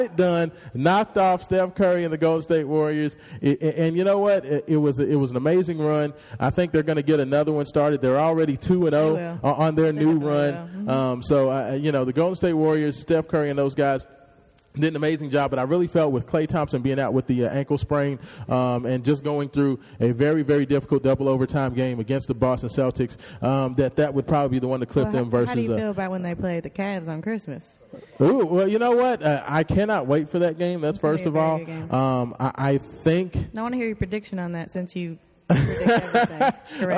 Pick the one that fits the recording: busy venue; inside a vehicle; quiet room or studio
busy venue